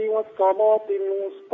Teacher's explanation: إذن كان عليك أن تقلل الوسطى